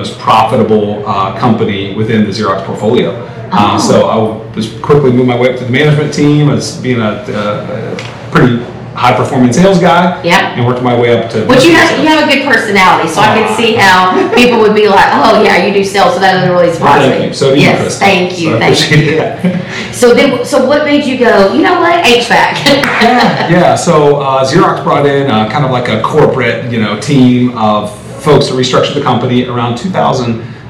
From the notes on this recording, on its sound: on location in Austin, TX for ServiceTitan's Marketing for the Trades Summit!